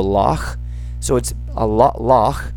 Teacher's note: Right, you go loch, so it's a loch. The CH there is like a K that you pronounce way down in your throat. It's very guttural.